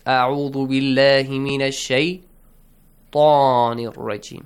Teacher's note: You should join it with Sheen. Because Sheen is sun letter and you skip Lam also. And Hamzatul Wasl also.